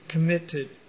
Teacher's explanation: the accent is on the last syllable, committed.